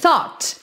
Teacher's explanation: Thought. E ó, é um T bem de leve no final, ó. Thought.